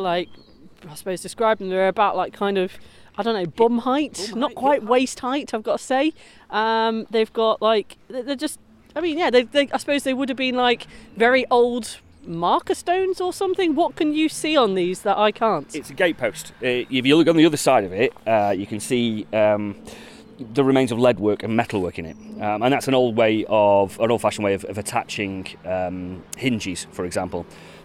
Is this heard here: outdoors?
yes